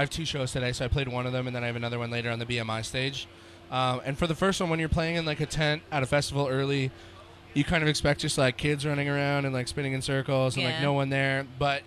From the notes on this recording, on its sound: The Mix is live backstage at Lollapalooza 2023!